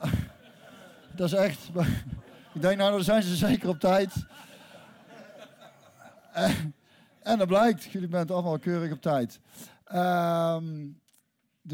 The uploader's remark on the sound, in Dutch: De 100ste Skiete Willy met publiek in De Verlenging!